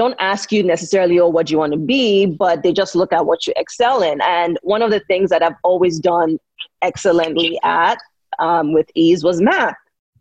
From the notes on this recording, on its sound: virtually sit down